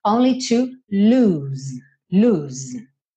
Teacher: O verbo aqui é com um O só, lose, mas a pronúncia dessas duas palavras, tanto com um O quanto com dois O's, é a mesma, é esse U comprido